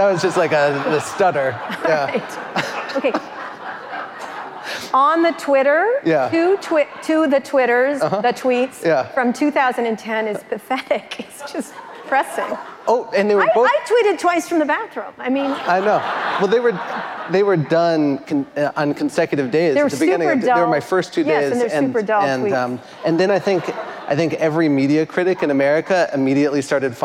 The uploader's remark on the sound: In front of a live audience at a Columbia University event in New York City.